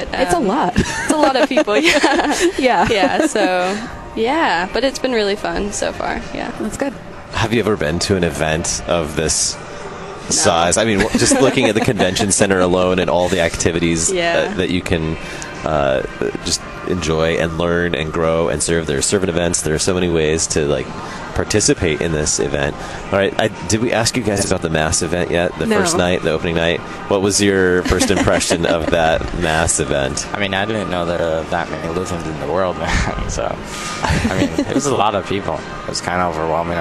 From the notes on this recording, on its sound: Live at LCMSYG. Live from the LCMS Youth Gathering.